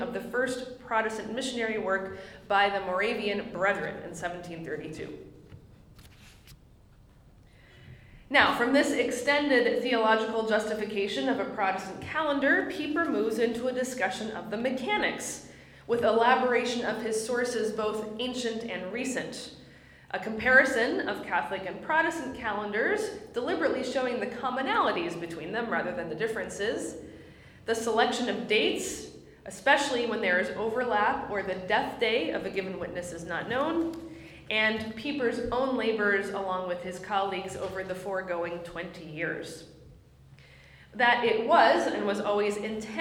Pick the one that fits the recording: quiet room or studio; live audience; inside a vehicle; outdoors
live audience